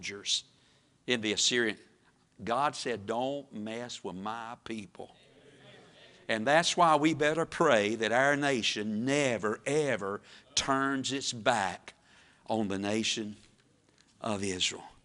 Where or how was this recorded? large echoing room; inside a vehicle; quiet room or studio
large echoing room